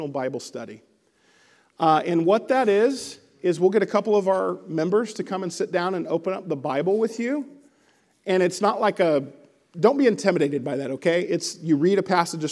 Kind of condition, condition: setting, large echoing room